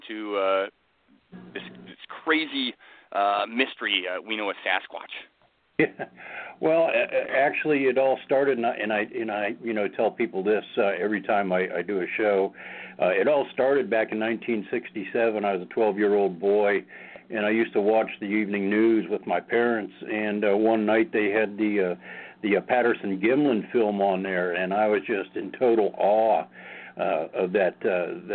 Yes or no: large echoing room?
no